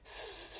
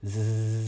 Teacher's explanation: スーって発音しても指先何も感じないと思うんですけど声帯が振動しないので · Shown in: first take · Term: 無声